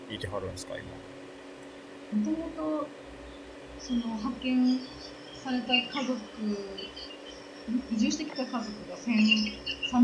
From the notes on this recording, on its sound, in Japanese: 音質が不安定です、ごめんなさい。